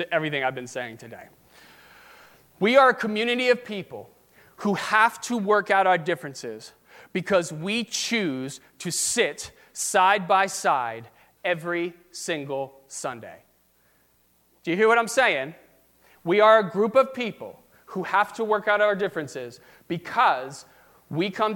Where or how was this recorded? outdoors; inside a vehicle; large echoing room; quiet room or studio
large echoing room